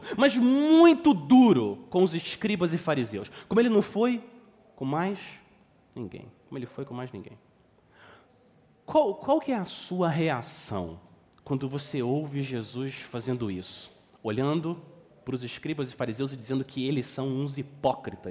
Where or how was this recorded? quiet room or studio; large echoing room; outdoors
large echoing room